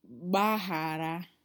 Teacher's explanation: What I hear you say, you got the GB ba, but it looks like you copped out on the GH and you made it sound more like just the H by itself